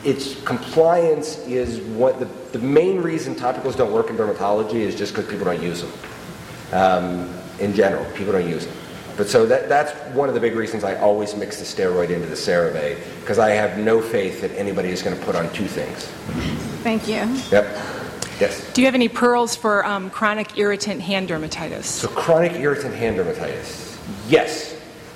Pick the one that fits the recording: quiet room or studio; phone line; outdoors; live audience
live audience